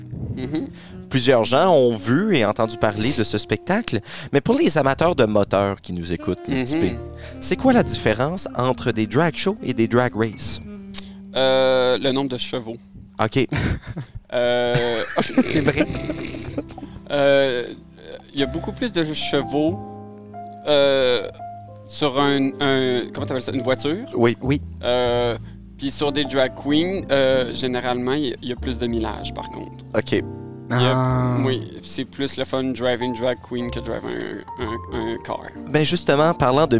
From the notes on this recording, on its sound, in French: Enregistré sur la terrasse du Pays de la Sagouine à Bouctouche.